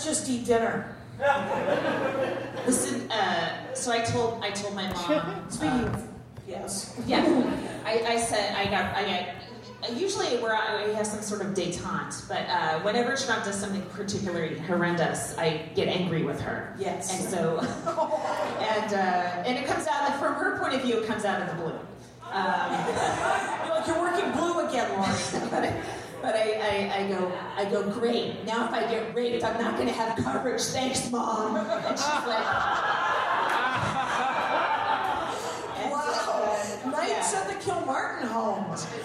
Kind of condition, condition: setting, live audience